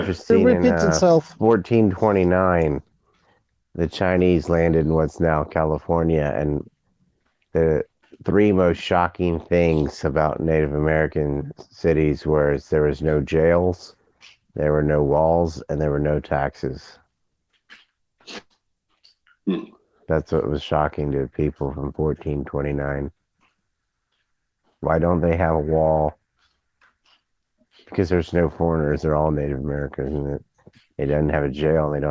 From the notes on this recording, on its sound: This was an extra show just shooting the shit in a walk and talk.